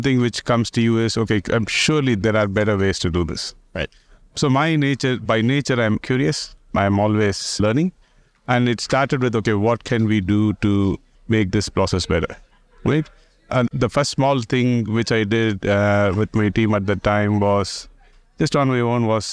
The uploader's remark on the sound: recorded at Sibos